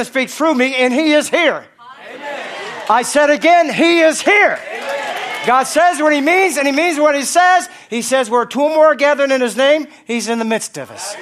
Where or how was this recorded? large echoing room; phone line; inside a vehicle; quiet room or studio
large echoing room